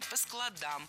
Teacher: Но если мы говорим, например, о чтении, то читаем по складам, ударяем окончание.